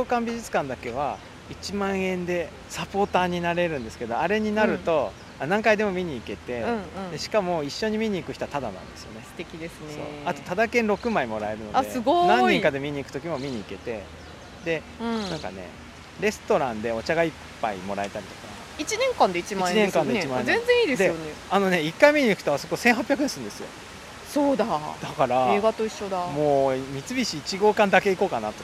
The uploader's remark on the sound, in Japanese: 明治神宮に蚊が出はじめたので、上野公園へと収録場所を移しました。